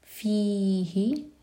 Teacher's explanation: فی دو حرکہ اور ہی ایک حرکہ